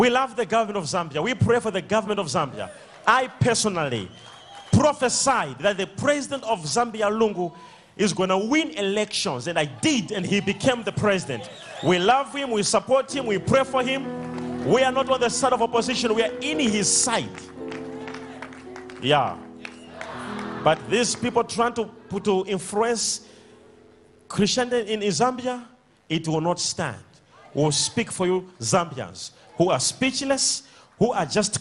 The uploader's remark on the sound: Sunday Live Service